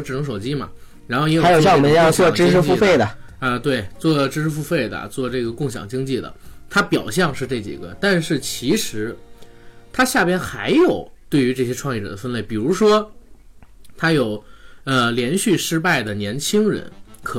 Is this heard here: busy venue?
no